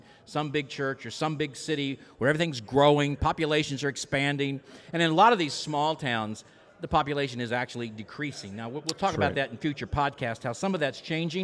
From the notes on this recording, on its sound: This unique episode was recorded in front of a live audience at the AMS Lab.